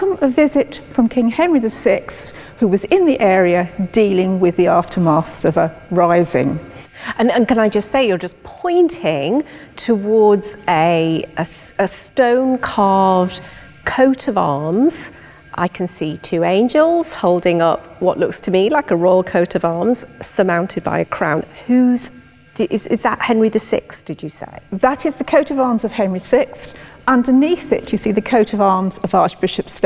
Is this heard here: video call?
no